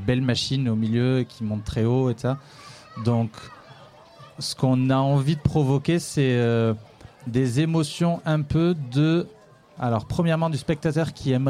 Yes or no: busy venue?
yes